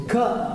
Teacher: Ka è sorda ed è la più interna